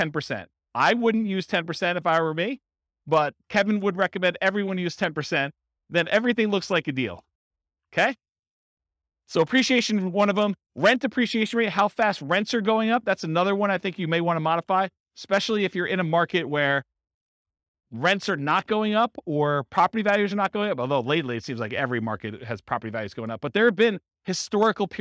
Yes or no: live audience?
yes